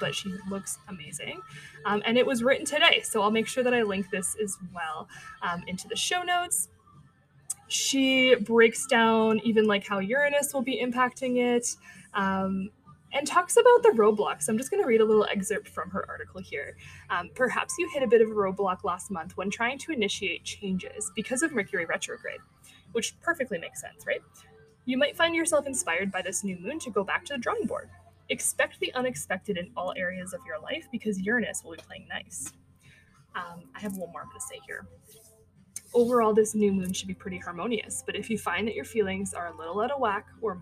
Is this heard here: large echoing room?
no